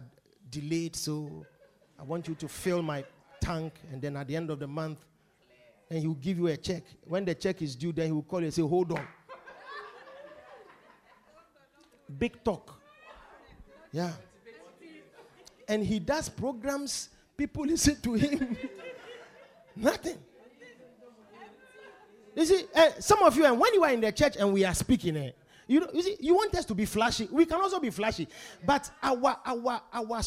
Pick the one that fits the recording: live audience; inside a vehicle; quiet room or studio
live audience